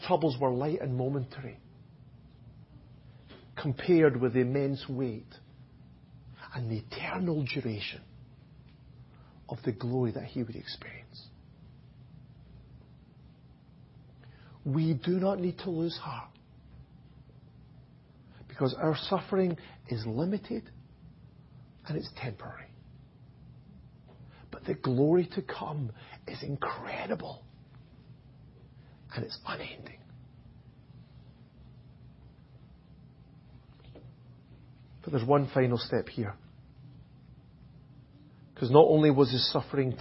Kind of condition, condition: setting, large echoing room